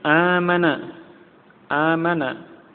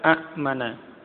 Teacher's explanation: hamzah yang kedua di istilahnya dilunakkan. Artinya dia diganti menjadi huruf mad, ya, huruf yang merupakan bacaan panjang yang sesuai dengan harokat sebelumnya. · Shown in: first take